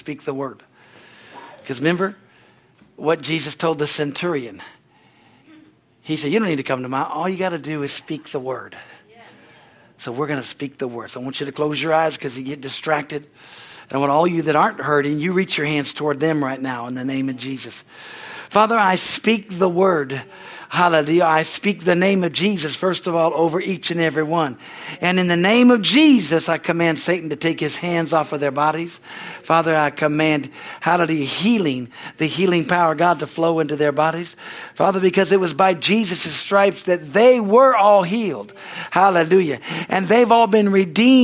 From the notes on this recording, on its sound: from the Wednesday service on April 19, 2023 at Harvest Bible Church in Stockton, CA.